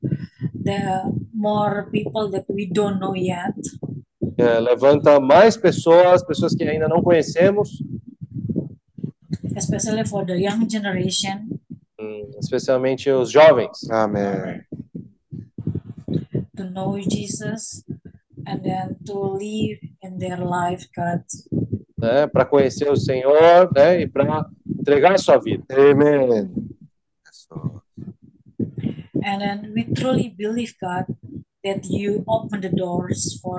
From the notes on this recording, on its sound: Meeting zoom.